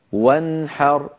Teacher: نون ساكنة بعدها حاء ولا زيادة في زمنها · Term: إظهار النون الساكنة